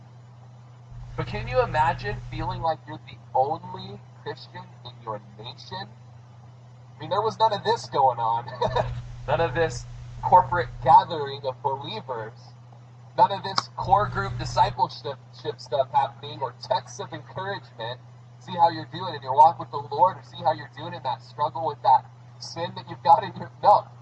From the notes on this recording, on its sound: This is our last service in the park so bear with us through the added noise.